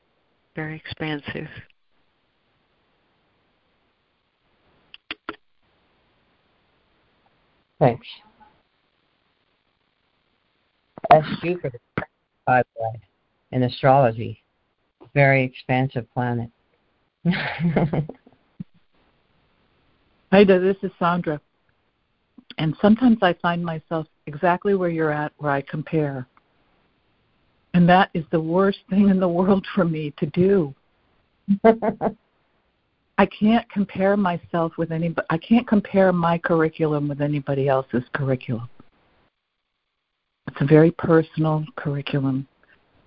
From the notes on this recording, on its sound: ACIM Daily Conference Call.